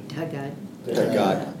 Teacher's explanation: a little bit of an aspirate there after the D